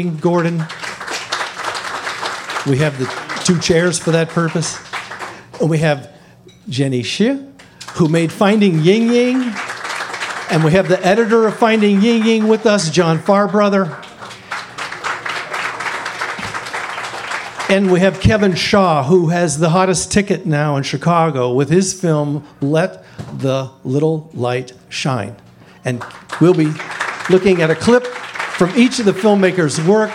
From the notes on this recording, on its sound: Recorded live at a very special event held in Chicago, at the UNCOMMON GROUND restaurant, that brings filmmakers together called THE DOC TALK SHOW.